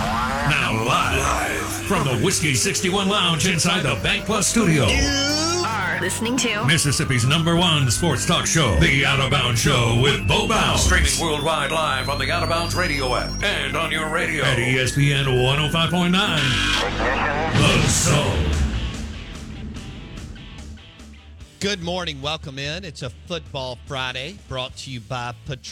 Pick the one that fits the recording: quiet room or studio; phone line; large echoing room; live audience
phone line